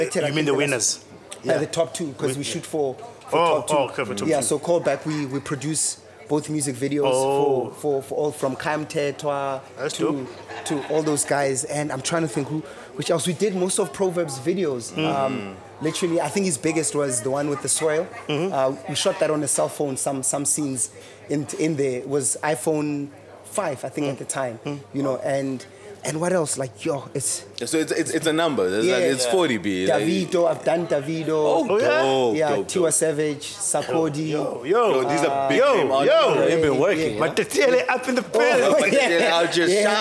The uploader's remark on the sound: TheDojo Podcast headed down to Ficksburg for The Cherry Film Festival, in between all screenings, panel discussions and workshops we got to Podding